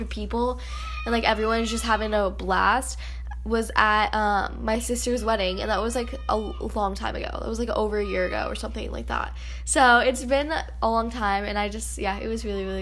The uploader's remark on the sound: Sorry about my sister making noises in the background. She was playing haha!